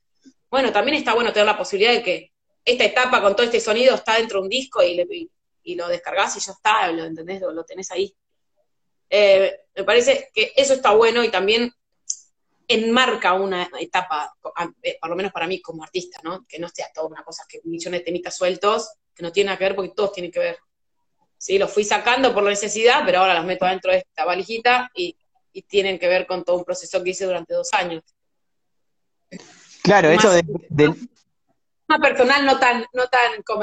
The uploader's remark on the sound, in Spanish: Audio extraído de IG LIVE